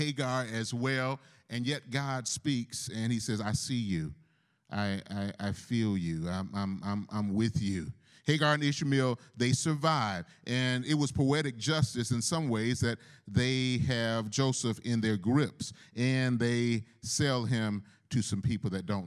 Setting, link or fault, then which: setting, large echoing room